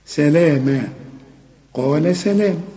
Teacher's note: قا أعلى درجات التفخيم لكن اللام مرققة